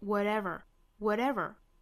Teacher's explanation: 中间的这个 t 的发音需要发成一个 flap t